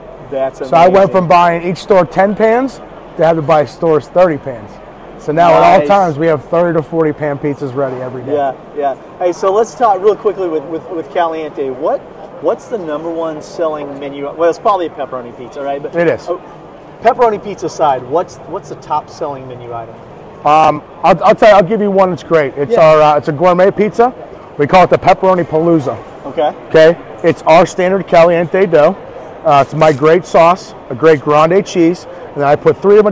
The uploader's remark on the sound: PPNE 2022 Show Floor Sessions. From the show floor at the Atlantic City Convention Center.